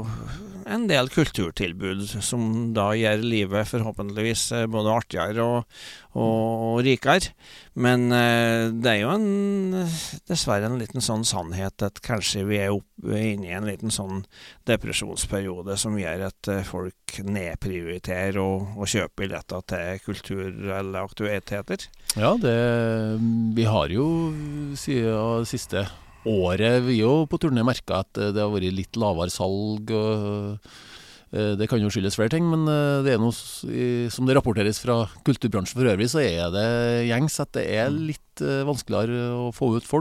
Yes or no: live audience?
no